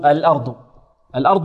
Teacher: والراء مفخمة. لماذا؟ لأنها ساكن وقبلها مفتوح